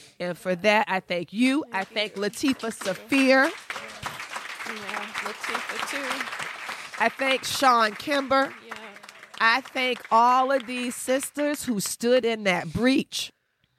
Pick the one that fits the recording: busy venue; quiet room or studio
busy venue